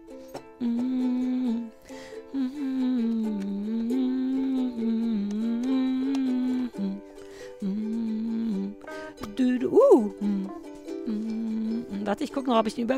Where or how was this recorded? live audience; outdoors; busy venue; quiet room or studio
outdoors